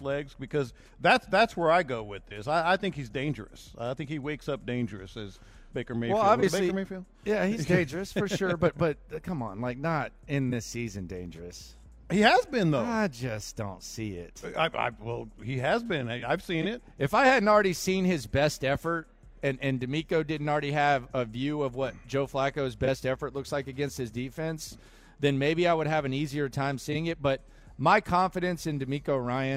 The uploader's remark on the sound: Live At The Bear Bryant Awards